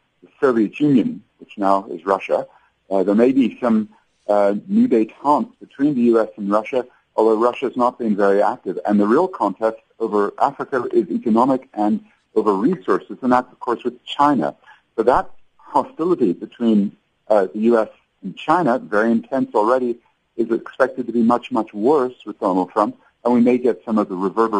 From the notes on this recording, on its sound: We are now joined on the line by our correspondent in Washington